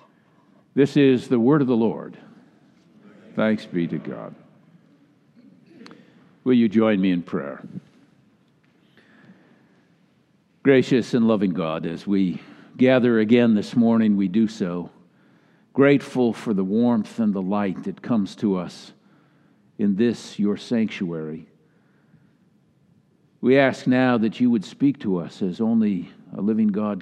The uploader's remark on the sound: Delivered during the Traditional Worship Service